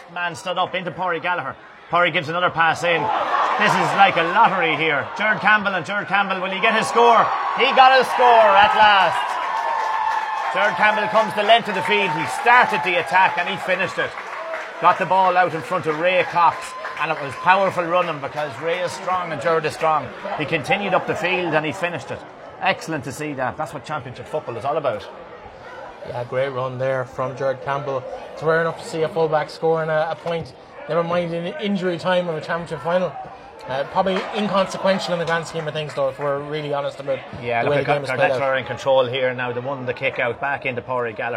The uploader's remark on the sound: Live second half commentary from Avantmoney Pairc Sean MacDiarmada